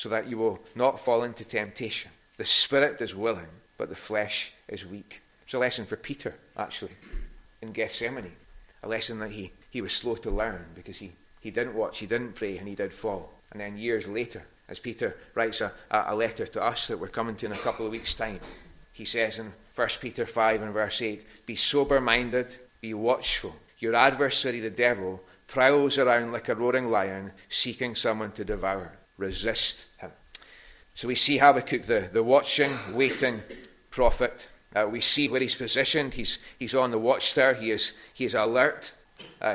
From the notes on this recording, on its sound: Recorded at North Harris Free Church.